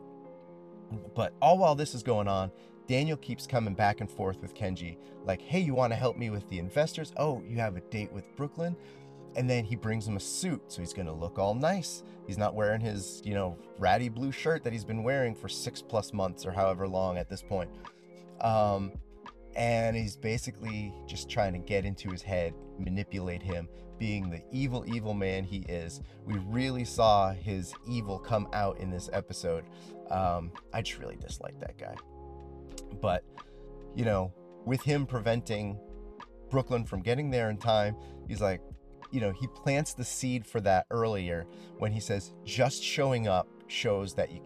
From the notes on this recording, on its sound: On my lunch break at work I used a random number generator to pick a season and episode, watched it, then recorded a little bit about it sitting in my car.